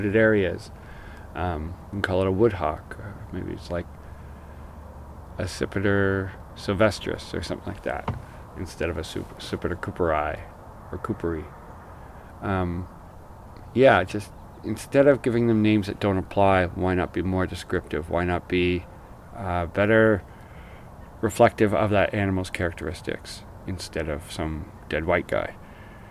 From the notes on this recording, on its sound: This episode is recording a trip down to Hawk Cliff. The structure is similar to old audiozines I used to make, describing in situ as well as voice overs to tell the story a little better and to give context to the audio.